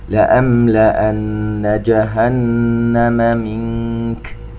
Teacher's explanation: النون الأولى المشددة نغنها بمقدار حركتين، والنون الثانية في كلمة جهنم أيضا نغنها بمقدار حركتين.